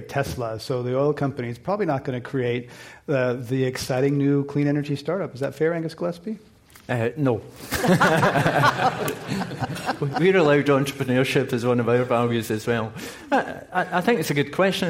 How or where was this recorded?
live audience